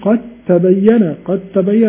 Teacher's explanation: الدال والتاء من مخرج واحد · Term: إدغام